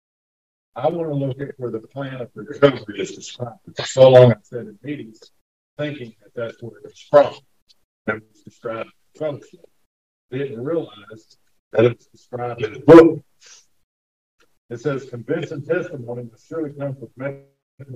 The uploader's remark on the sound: the group experienced audio issues at the start of the study, but resolved them mid-way through this chapter